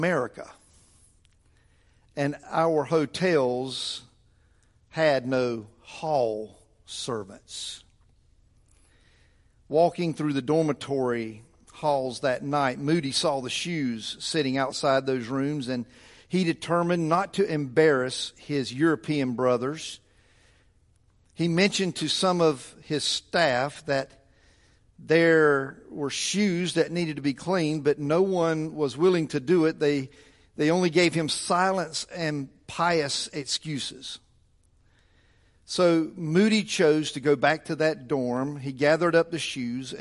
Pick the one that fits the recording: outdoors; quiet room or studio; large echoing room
large echoing room